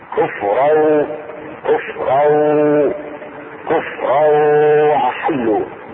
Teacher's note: كفرا وأحلوا، التنوين تدغم في الواو